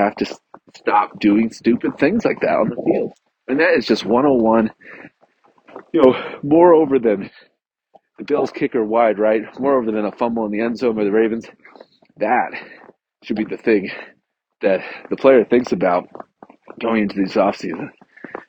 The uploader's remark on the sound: This week I am on travel so I had to podcast while walking around the neighborhood…and there happened to be a snowstorm while i was recording. Apologies for the bad audio!